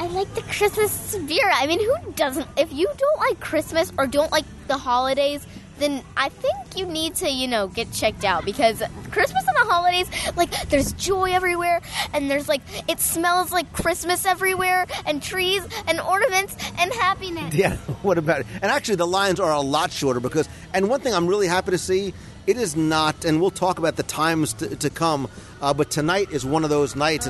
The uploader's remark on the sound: Walt Disney World. Mickey’s Very Merry Christmas Party celebrates the spirit of the season in the Magic Kingdom. Live from Mickey’s Very Merry Christmas Party.